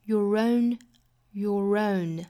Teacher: Your 和 own 之间的连读也是带出一个小小的 r 的发音，跟前面一句的 idea of 是一样的。前面是 schwa sound,是是 o,跟后面任何元音连读都是要带出这个小小的 r 的发音，不管这个词本身是不是带有字母 r 哈，都是要做这样的连读的。